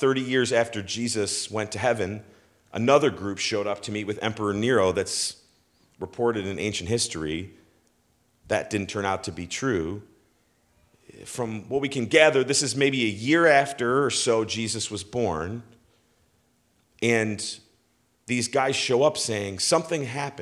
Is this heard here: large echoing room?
yes